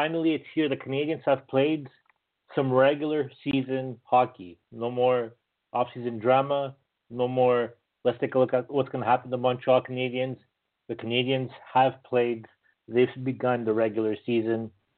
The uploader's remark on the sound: as we take your phone calls